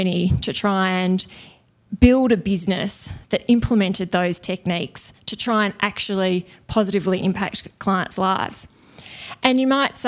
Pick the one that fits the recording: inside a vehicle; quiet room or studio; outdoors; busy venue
busy venue